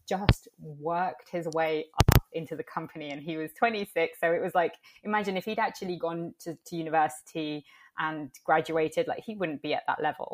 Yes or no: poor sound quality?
yes